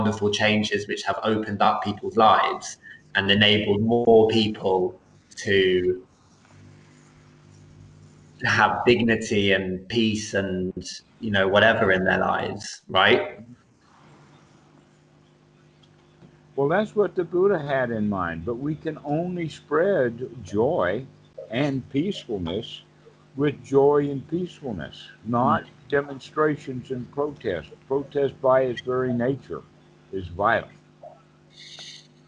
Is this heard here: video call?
yes